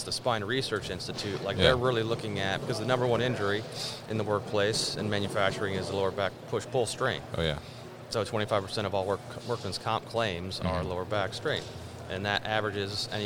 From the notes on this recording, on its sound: They connected at MODEX 2020